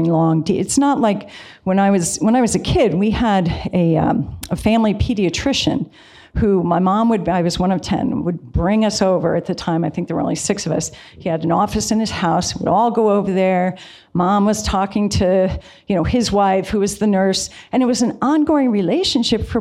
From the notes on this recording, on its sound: talk was part of the Parental Rights Conference at Franciscan University of Steubenville.